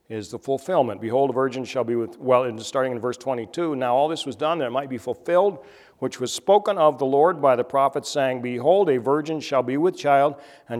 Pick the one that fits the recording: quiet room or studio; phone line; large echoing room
large echoing room